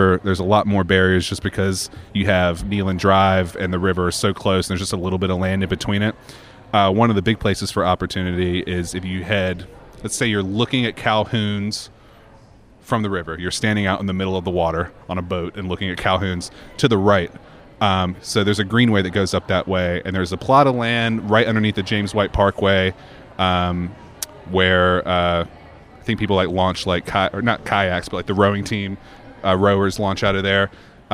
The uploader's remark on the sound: The conversations recorded at the Endeavor Summit, held Oct. 19 at Bridgewater Place.